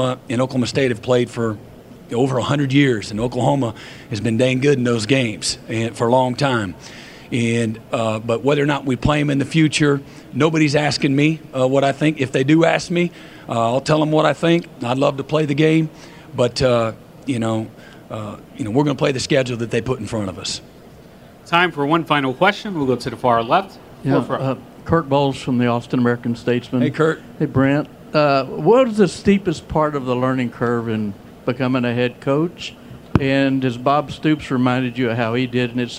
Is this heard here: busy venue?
yes